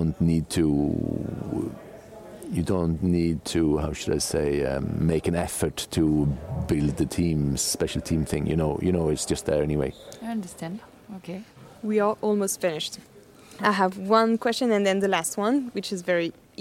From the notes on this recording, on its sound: Today’s amazing episode was recorded at Geneva World Cup